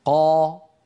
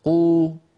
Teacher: أليس قا كمية الهواء التي تملأ الفم أكثر من كمية الهواء في قو